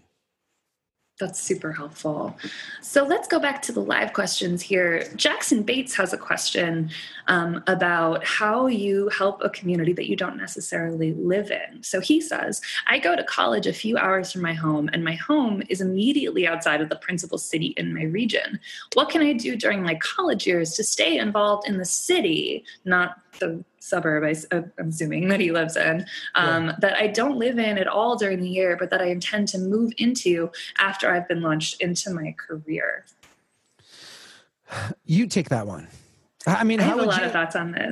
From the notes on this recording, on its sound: The live Ask Strong Towns webcast is open to all Strong Towns members , but afterward, we share the audio on our podcast.